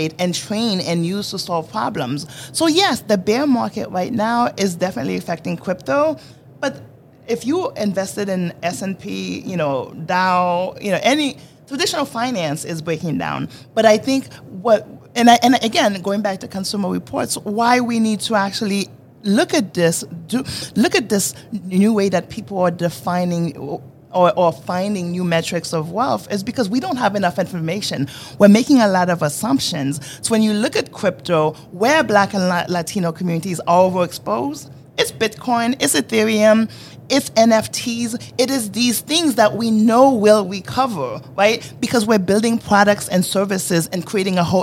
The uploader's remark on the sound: This was LIVE at the Money20/20 US show in Las Vegas in October 2022.